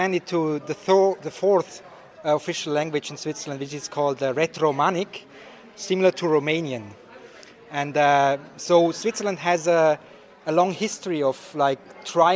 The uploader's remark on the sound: Recorded live at #OneTeamGovGlobal.